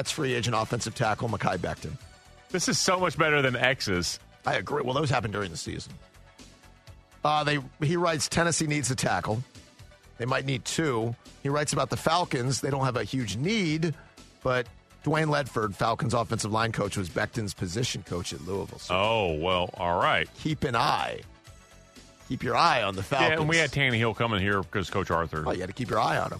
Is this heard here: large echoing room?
no